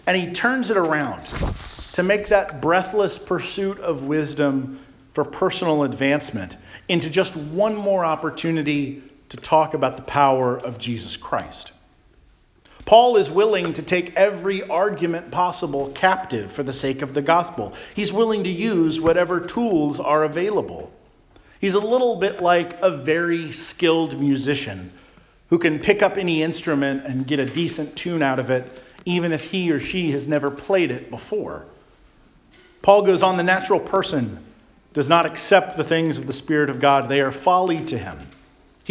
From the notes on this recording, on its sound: Charles Anglican Cathedral, Bremerton, WA.